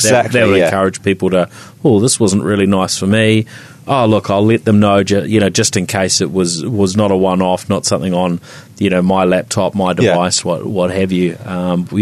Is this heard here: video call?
no